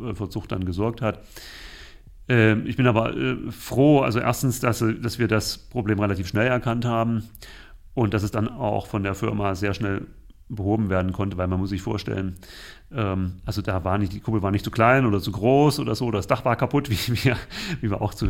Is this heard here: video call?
no